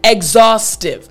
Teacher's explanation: We don't really go up. There's no really inflection in our voice for this word as native English speakers. Exhaustive, not exhaustive.